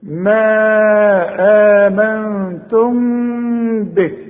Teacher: عند الوصل دي ميم مجردة من التشكيل بعدها به بيحصل إخفاء مع الغنة ما تضمش شفايفك ما تقفلش شفايفك يحصل انفراد في الشفايف ما آمنتم به به